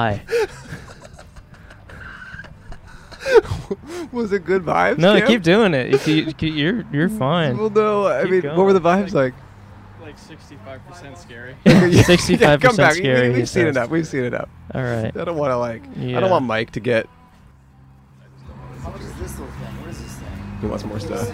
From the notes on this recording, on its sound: Recorded on 5/15/21 on Franklin Blvd in Los Feliz, Los Angeles.